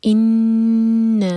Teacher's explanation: نون پر غنہ، دو second hold کریں گے